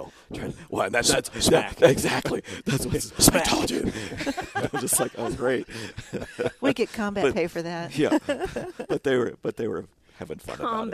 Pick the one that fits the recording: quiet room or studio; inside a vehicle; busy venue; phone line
busy venue